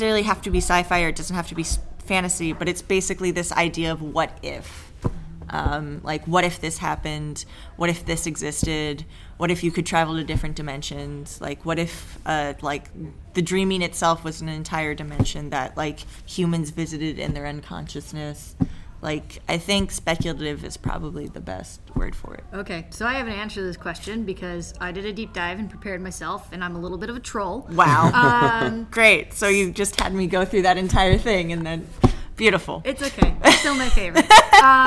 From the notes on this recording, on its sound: Instead of an interview, this is the live recording of a panel. At Dark Side Of The Con 3 presented by VampireFreaks.